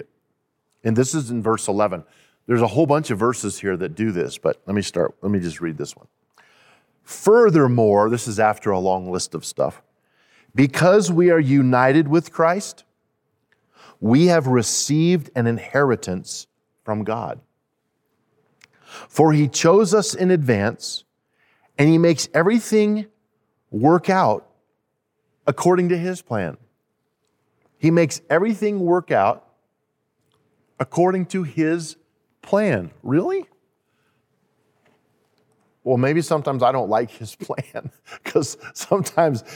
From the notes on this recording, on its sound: At Timberline Church. Live.